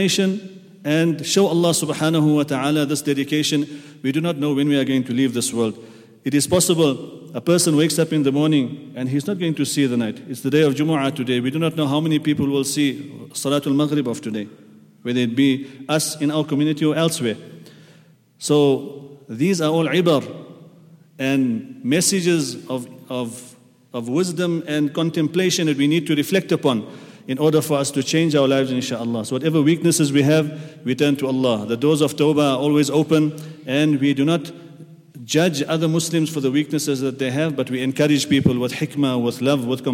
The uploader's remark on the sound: at the Houghton Masjid (West Street)